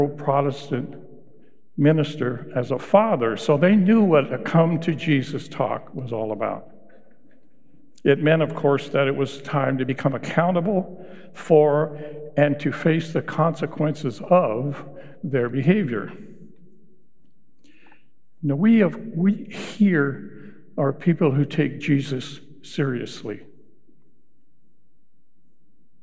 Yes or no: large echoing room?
yes